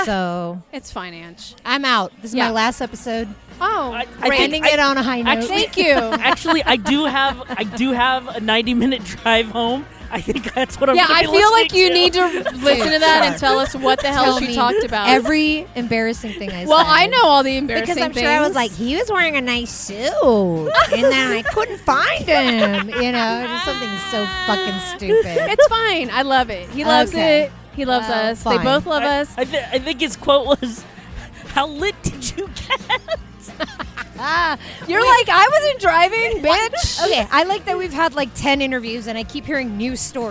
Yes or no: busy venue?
yes